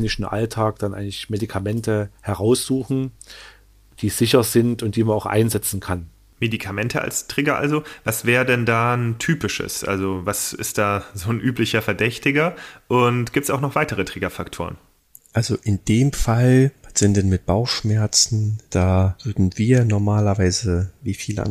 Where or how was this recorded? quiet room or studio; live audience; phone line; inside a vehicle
quiet room or studio